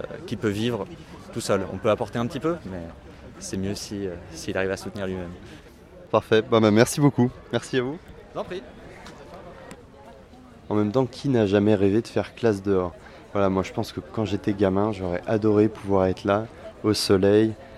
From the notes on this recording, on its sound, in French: Je me suis tourné vers le stand de la ville de Saint Ouen sur Seine qui nous propose de faire classe dehors. C'est au coeur de cette installation que je l'interroge. Cet épisode a été enregistré au cours du salon Jardins, Jardin, organisé chaque année le premier weekend de juin.